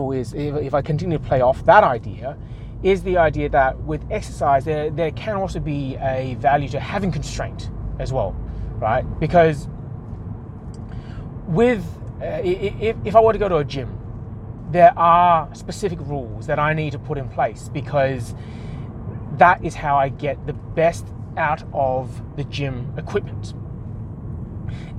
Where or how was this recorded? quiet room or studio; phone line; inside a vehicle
inside a vehicle